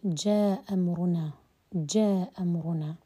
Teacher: جاء أمرنا آه، فتسقط تسقط ومباشرة ندخل على الهمزة آه، الثانية فتحذف الهمزة في اللي هي همزة جاء · Term: الإسقاط